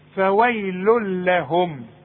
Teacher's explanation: ضمتين بعدها لام ما غنش · Term: الإدغام الكامل بدون غنة